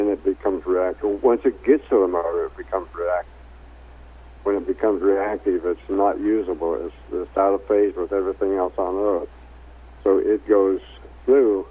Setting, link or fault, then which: link, phone line